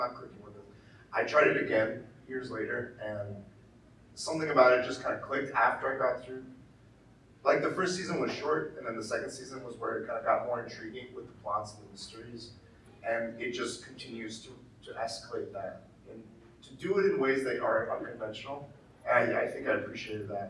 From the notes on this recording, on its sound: LA Comic Con 2022. We delivered and gave a crazy panel with a WILD audience in attendance! Audio is not as clean as regular episodes due to change of equipment at the show.